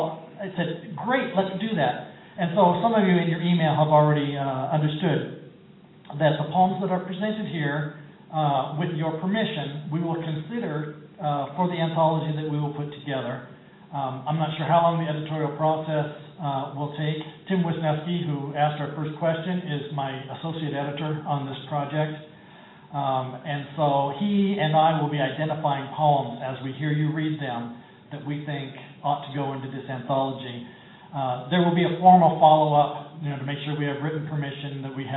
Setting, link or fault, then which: setting, busy venue